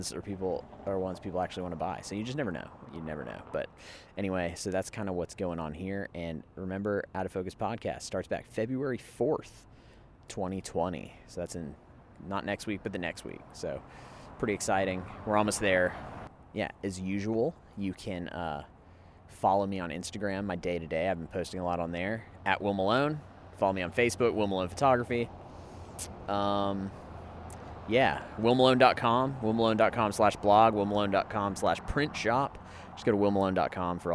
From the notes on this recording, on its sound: A mini-sode I recorded while walking around shooting photos in Thomasville, GA.